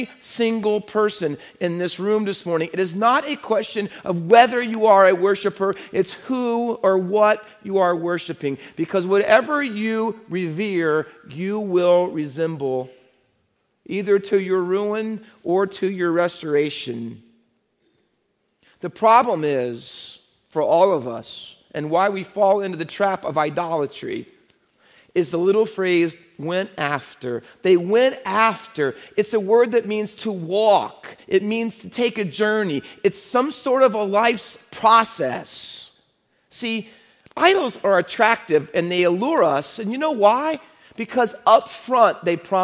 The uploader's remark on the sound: Faith Baptist Church in Hamilton, NJ.